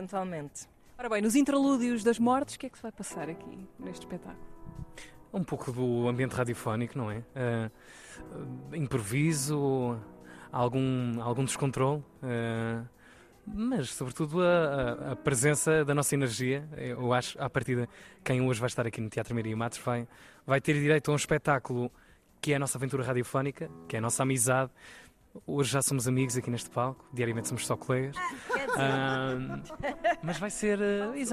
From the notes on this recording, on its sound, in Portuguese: Vamos Todos Morrer (ao vivo). Primeira noite ao vivo do Vamos Todos Morrer.